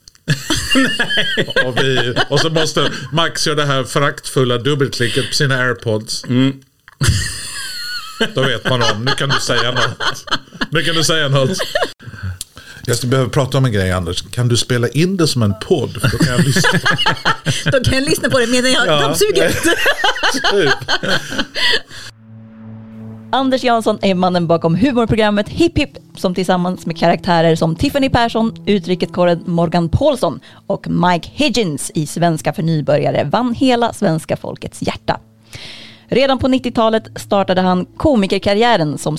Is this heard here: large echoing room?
no